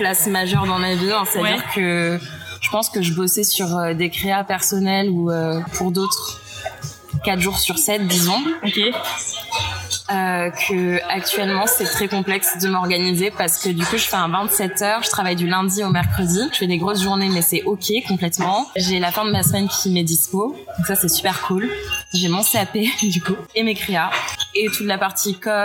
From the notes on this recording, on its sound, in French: Nous avons enregistré l'épisode dans un café, c'est pour ça que tu entendras des bruits de fond.